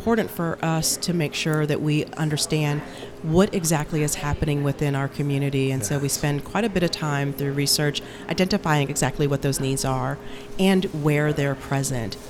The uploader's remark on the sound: Episode Recorded at Leaves Book & Tea Shop. 120 Saint Louis Ave.